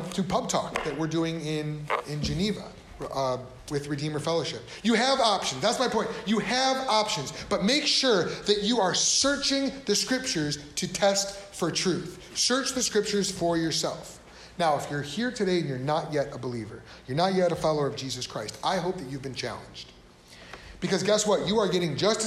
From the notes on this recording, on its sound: This episode comes from a sermon. Preached at Cross of Christ Fellowship. In Naperville, Illinois.